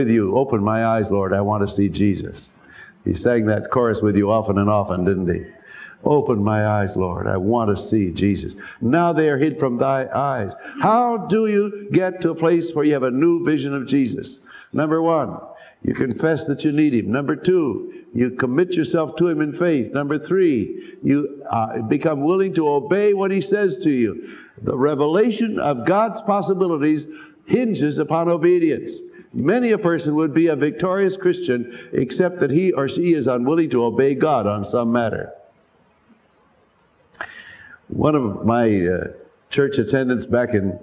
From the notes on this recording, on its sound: Sermon, preached live. At Calvary Baptist Church, New York City.